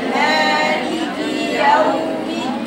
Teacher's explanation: فتحت الياء بالله عليك، فتحت الياء يا بنات، فالياء مفتوحة غير انتوا بتختلسوا فتحتها. مالك يوم الدين مجرد ما بتجيب الفتحة بتبقى قراءتك صح.